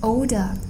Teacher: 后面有一个 l 是 dark l 往往是可以把一个音拖后的，也就是说它把原来的 o 拖后了